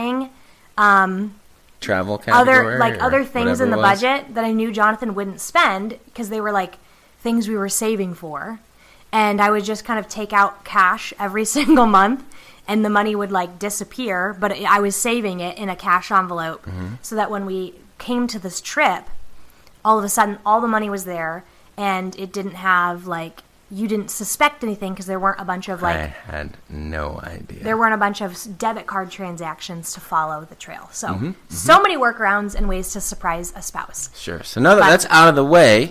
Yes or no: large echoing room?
no